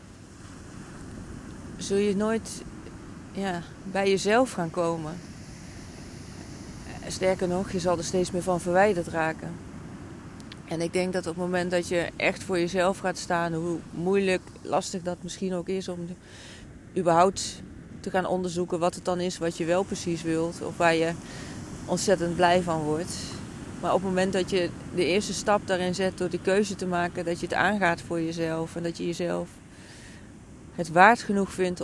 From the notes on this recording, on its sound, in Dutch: Deze aflevering heb ik opgenomen vanaf het strand in Portugal.